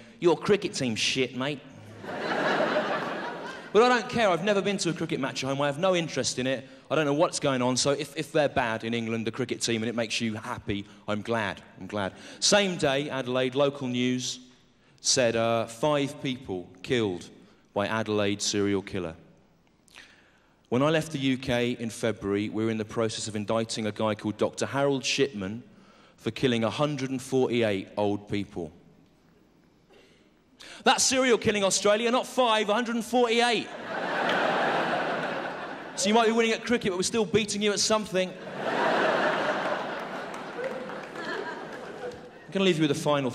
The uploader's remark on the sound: 2000 Melbourne International Comedy Festival Gala